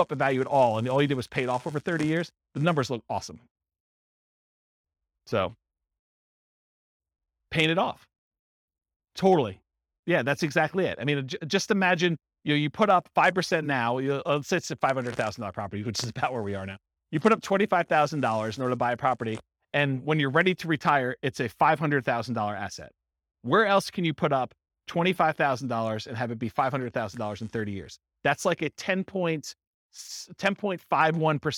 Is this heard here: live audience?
yes